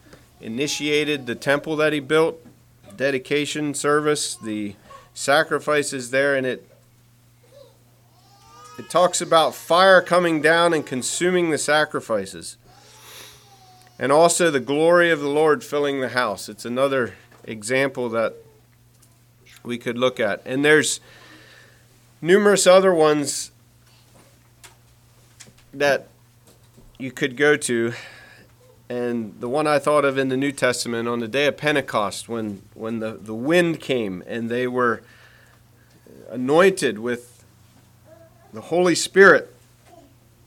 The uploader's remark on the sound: Message preached at Word of Hope on March 26, 2023